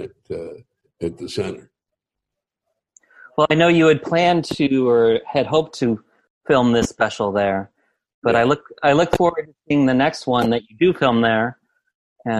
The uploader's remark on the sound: spoke with me over Zoom